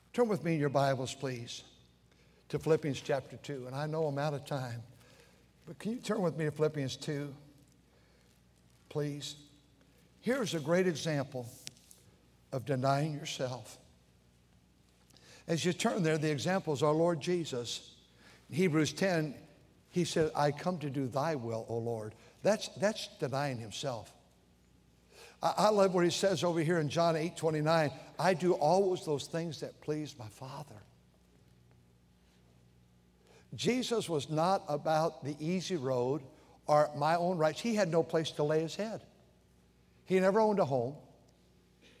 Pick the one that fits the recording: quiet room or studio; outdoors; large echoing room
large echoing room